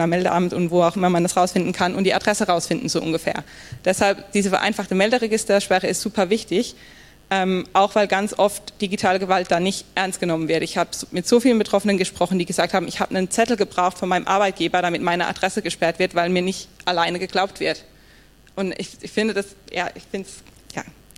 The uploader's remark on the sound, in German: Die zentralen Punkte stellen wir in einem kurzen Lightning Talk mit anschließender Diskussionsrunde vor – und hier stehen nicht nur wir Rede und Antwort, sondern auch das Publikum.